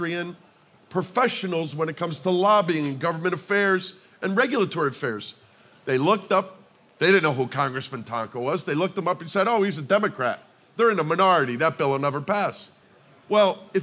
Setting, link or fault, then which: setting, busy venue